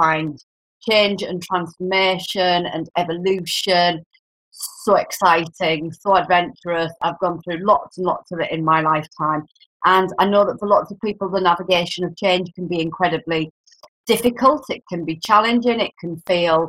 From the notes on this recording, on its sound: Forgive the bad sound and the dodgy connection.